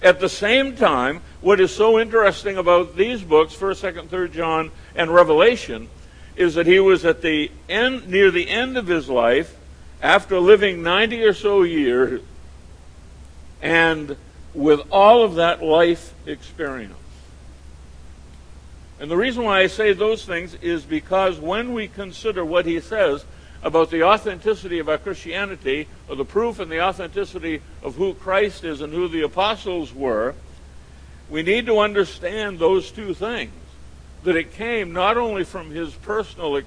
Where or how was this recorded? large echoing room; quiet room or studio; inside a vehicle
large echoing room